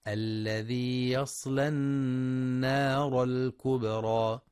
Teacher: يراعي القارئ ترقيق لام يصلى والنون من النار فلا يتأثران بتفخيم ما قبلهما وما بعدهما، فلا يقرأ يصلى النار وإنما الذي يصلى النار الكبرى.